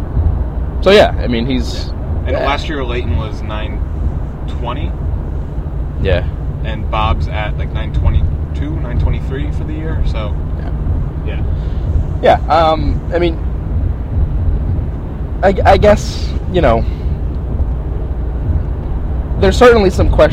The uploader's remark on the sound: Live From Interstate 87. Live from the road on the way to Glens Falls, NY. We recorded this one in the car today.